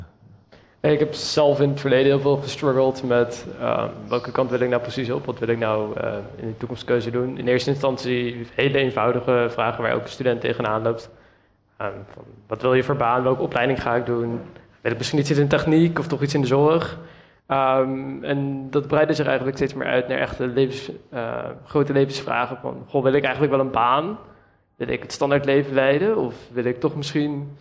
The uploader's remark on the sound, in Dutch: 1 Uur Over… is een live gespreksprogramma dat op 15 maart 2023 werd opgenomen in de Serre van de Botanische Tuinen in Utrecht